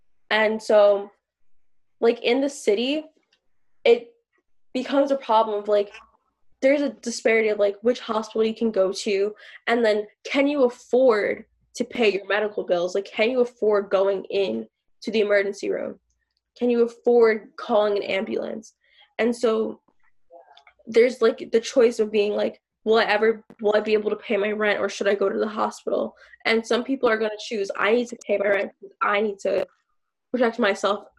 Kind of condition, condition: link, video call